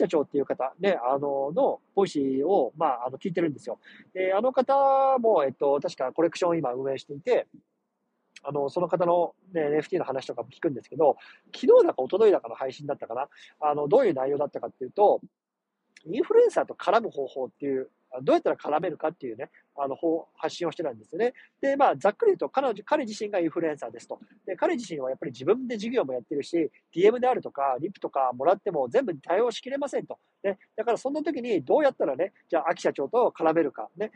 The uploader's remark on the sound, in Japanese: 車の中から収録してます。